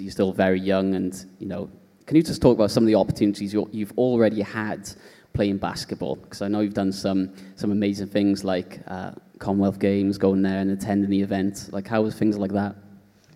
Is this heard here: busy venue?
yes